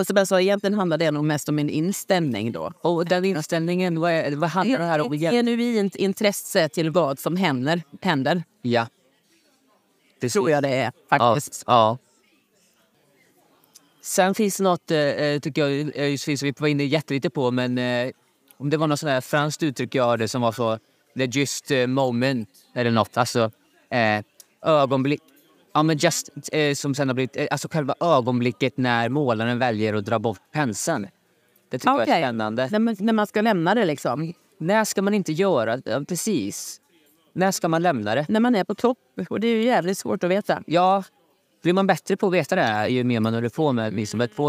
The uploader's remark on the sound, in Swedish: Vi sitter på ett café och spelar in avsnittet så ibland hörs det lite ljud i bakgrunden.